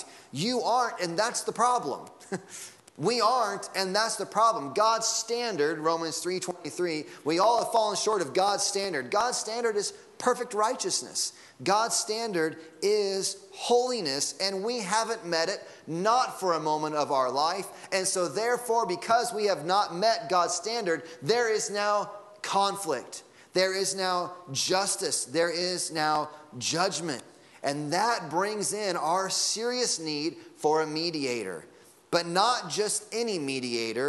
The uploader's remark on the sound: Sunday Morning Sermon Audio.